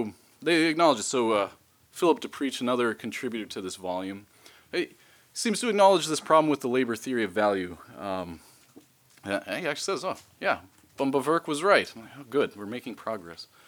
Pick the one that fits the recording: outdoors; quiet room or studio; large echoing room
large echoing room